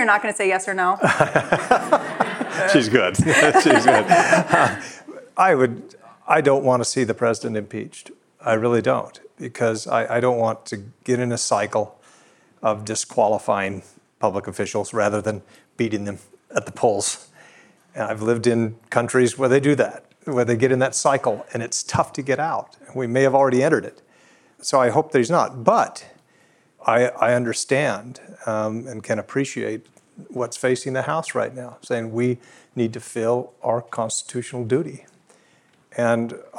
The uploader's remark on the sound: This conversation was recorded live at the Texas Tribune Festival in Austin, TX.